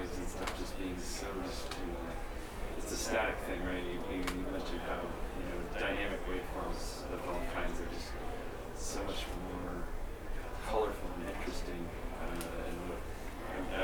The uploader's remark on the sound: talk from PDX Synth Expo